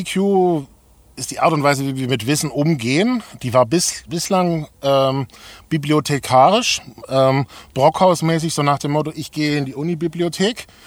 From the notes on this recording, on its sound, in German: Aufgezeichnet wurde die Folge im Übrigen beim diesjährigen Pirate Summit in Köln bei gefühlten 80 Grad in unserer #ChevyLady. Falls Ihr hier und da also das Gefühl bekommt, etwas Rauch aufsteigen zu hören, dann war es vermutlich einer der Aufgüsse die wir uns an dem Tag gegönnt haben.